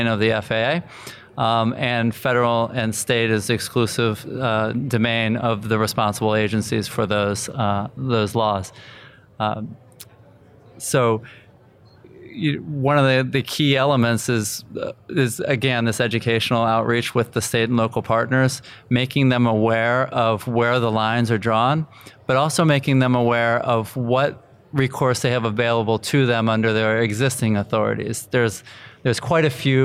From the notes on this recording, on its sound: Live from the 2019 FAA UAS Symposium